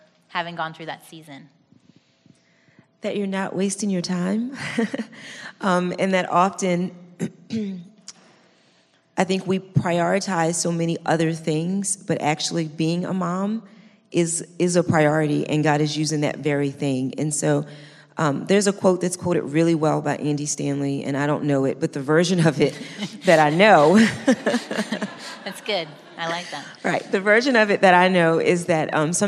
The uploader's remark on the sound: This special episode was recorded at our first Live Event held in 2017.